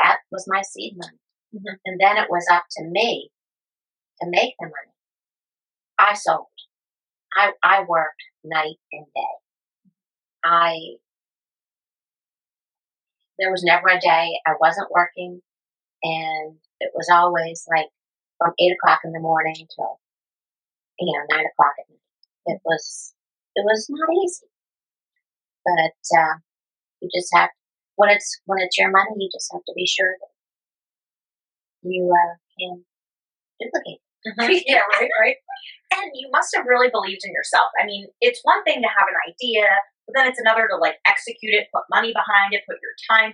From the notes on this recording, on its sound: Podcast Audio Disclaimer: Due to the circumstances of this recording, which took place live and in person, there might be occasional imperfections or variations in sound.